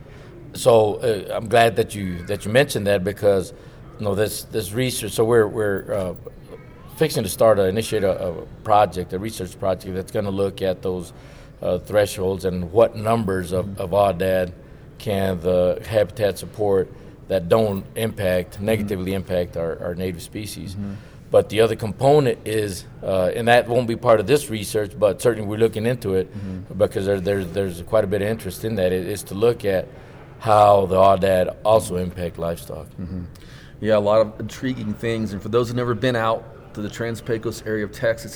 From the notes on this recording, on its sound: Recording live from the floor of the Wild Sheep Foundation's "Sheep Show"